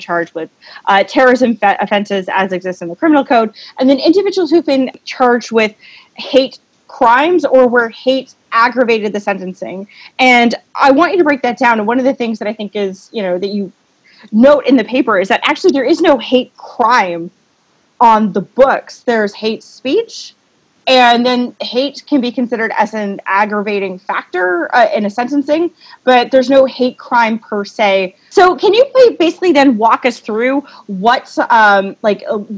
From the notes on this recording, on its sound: over the internet